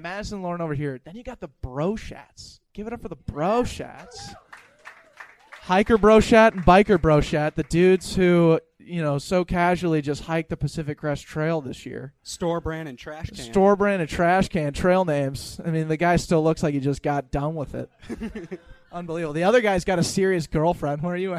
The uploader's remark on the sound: SZN 3 Finale Live Show. We capped off our year of podcasting with a LIVE show at Sisyphus Brewery in Minneapolis, MN.